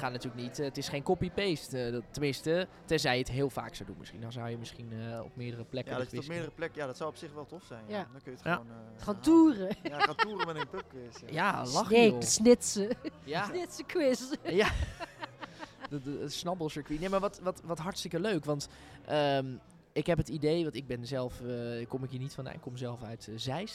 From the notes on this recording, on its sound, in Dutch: tijdens de Museumnacht 2022 met bezoekers en medewerkers van Beeld & Geluid Den Haag